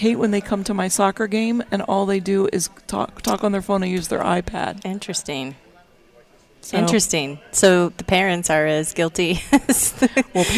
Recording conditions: busy venue